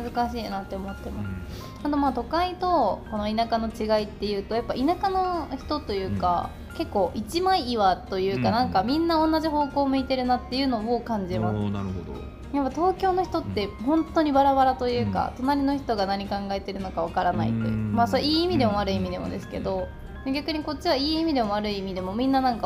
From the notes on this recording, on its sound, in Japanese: 少し音声がノイジーで申し訳ございません。